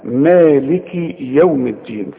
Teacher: والكاف كتير قوي يغلطوا فيها ويسكنها، يقول لك مالك يوم الدين، لا يا سيدي، تسكنها اذا وقفت تقول مالك، انما اذا وصل اكسر الكاف